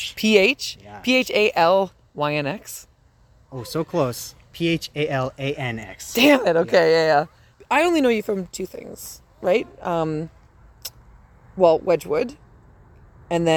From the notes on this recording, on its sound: at their practice space in the alleyway, swatting away mosquitos and letting my recorder run out of card space